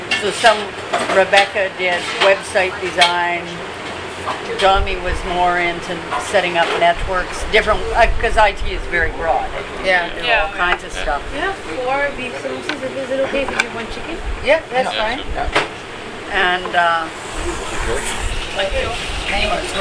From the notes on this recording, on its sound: sat down at the Kebab hut in Vancouver